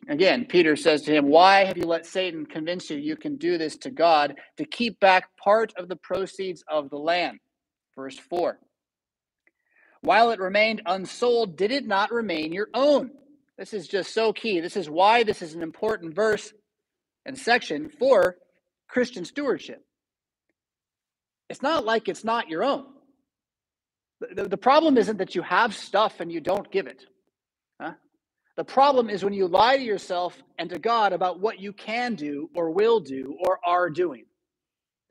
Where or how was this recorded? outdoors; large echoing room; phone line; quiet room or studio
large echoing room